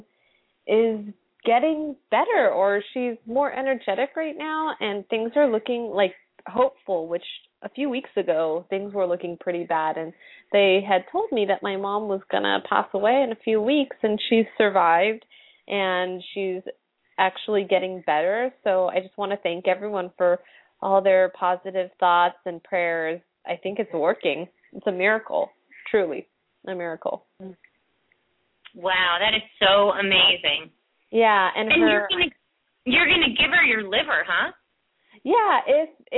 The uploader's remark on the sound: open up the lines for listeners to call